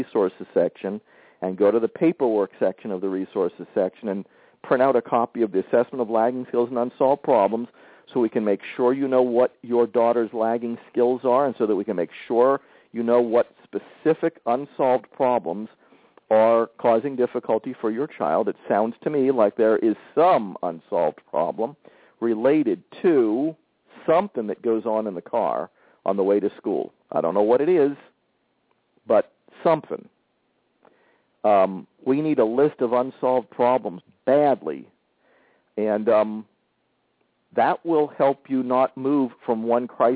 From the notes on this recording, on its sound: We hear from two live callers who are trying the model, as well as a parent who is at the end of her rope with daughter’s challenging behavior.